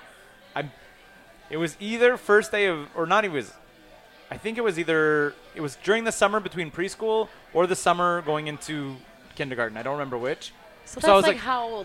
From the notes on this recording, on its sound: at the back of Grumpy’s to record this podcast